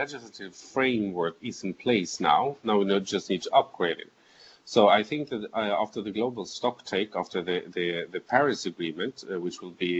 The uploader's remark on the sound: through skype